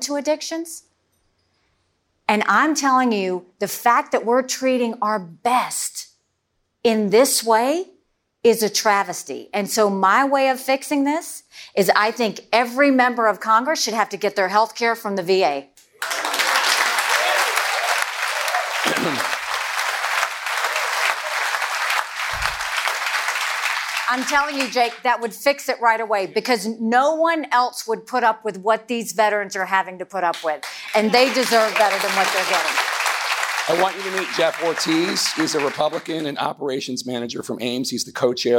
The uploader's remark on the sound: Live CNN Republican Presidential Town Hall. From Iowa.